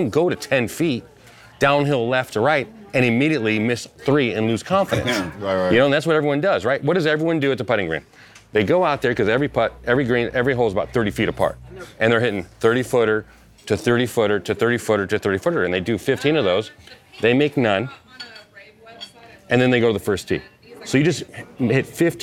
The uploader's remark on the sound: We're on location at The Hay in Pebble Beach.